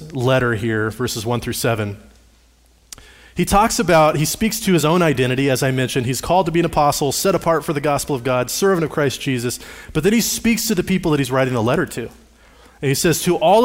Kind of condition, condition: setting, large echoing room